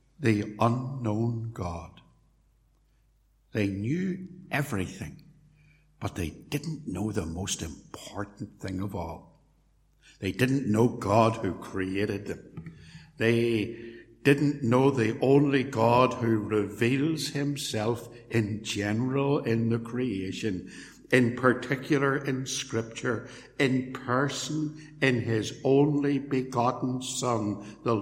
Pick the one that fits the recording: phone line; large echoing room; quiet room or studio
large echoing room